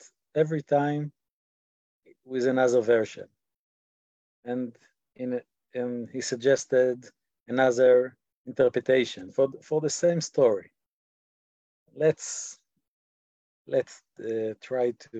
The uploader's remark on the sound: In this online class we will read passages from this work. This audio was originally captured from Zoom.